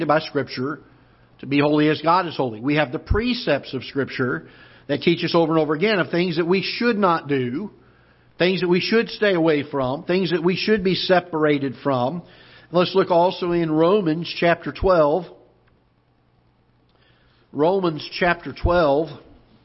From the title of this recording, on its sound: Ketha Heights Baptist Church ~ Live Broadcast